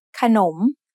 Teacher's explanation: The first syllable ka is low tone, and the second syllable nom is rising tone because the high class consonant kho kai has an effect on both syllables.